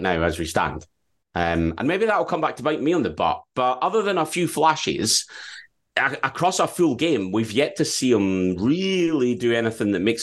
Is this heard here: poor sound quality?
no